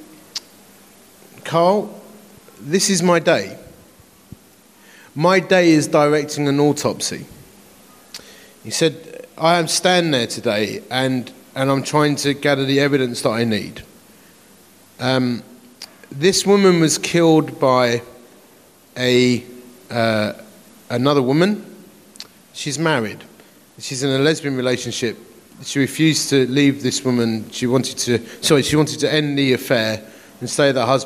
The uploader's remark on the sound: Presented as a seminar at the Message Conference 2017, recorded at Victoria Warehouse on 18 November.